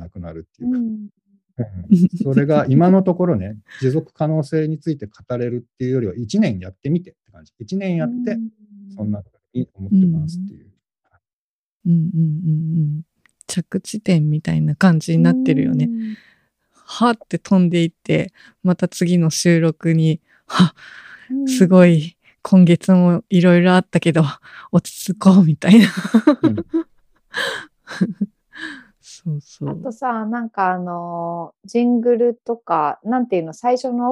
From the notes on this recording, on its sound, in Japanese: zoomと、手元の機材で録音したものを編集